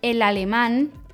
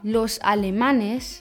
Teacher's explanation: el alemán, Betonung am Ende, weil es mit Konsonant auf n endet, deshalb kommt ein Betonungszeichen.